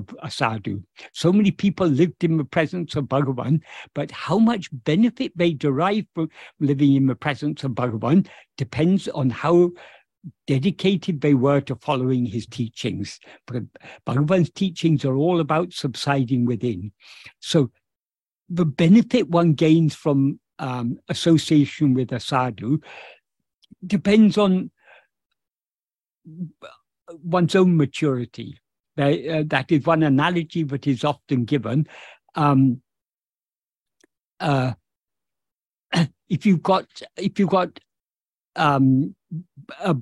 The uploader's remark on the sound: In a Zoom meeting with Sri Ramana Center, Houston.